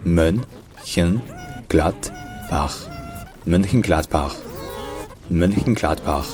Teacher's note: C'est-à-dire un petit peu comme un R français, mais sourd, donc les cordes vocales ne vibrent pas. Et également un peu plus doux.